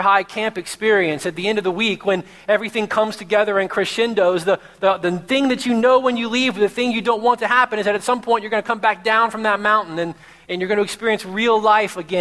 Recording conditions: large echoing room